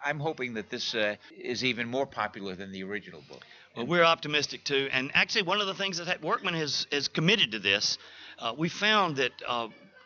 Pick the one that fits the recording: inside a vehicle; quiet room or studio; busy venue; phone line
busy venue